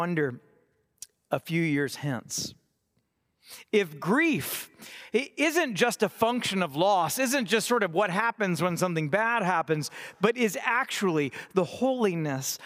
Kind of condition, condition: setting, large echoing room